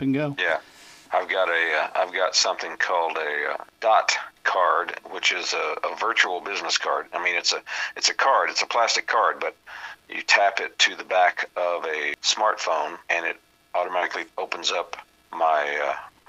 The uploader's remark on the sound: On the phone.